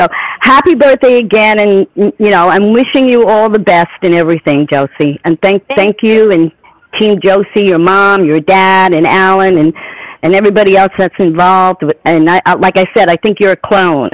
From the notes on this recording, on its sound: Surprise guest call ins!